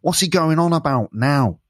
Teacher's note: Nasal sound in ow and I sounds.